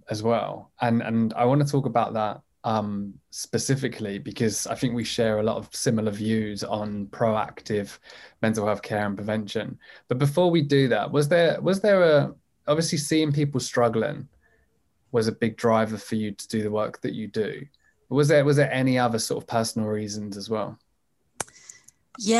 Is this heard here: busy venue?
no